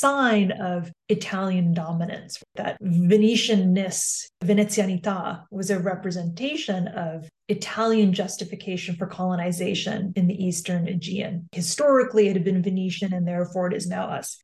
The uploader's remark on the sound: This podcast was recorded via Zoom by the Centre d'Études Maghrébines à Tunis ( CEMAT ) on December 13, 2022